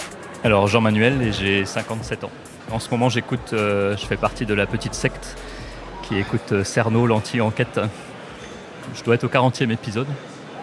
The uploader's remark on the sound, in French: Longueur d'ondes 2024. Rendez-vous des passionnés de la radio et du son, ce festival fêtait cette année son vingtième anniversaire. En arpentant les couloirs du Quartz, la scène nationale qui accueille cet événement célébrant le son sous toutes ses formes.